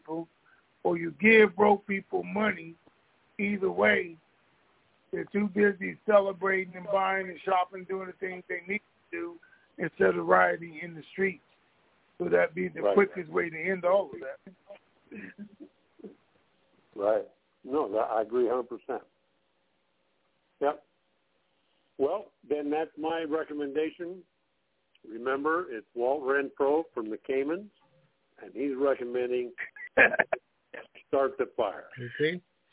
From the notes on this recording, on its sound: TNTSuperfantastic Conference Call